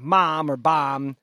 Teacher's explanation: M's and B's are both bilabial sounds. Like, you make them on both of your lips. So to hear, like, mom or bomb, and to mishear that, it's because those sounds are being made in a very similar way.